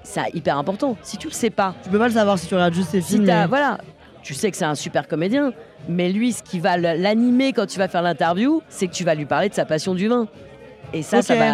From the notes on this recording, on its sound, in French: Deuxième épisode au festival du film de comédie de l'Alpe d'Huez.